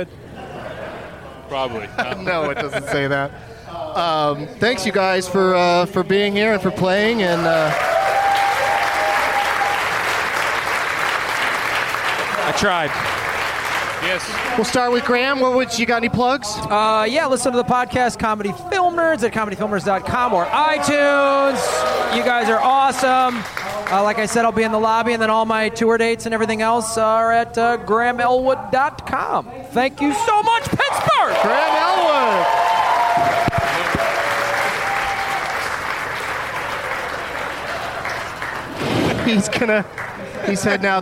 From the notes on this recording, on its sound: Live from The Improv in Pittsburgh, PA